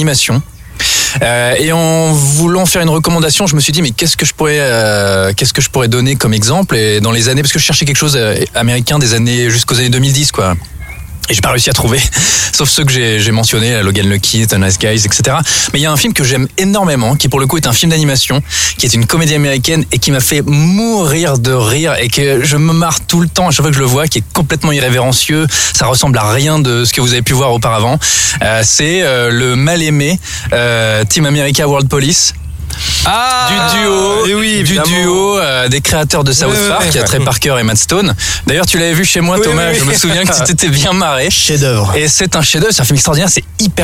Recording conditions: outdoors